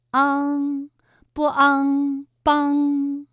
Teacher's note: 马帮的帮字也是一个后鼻音，韵母是昂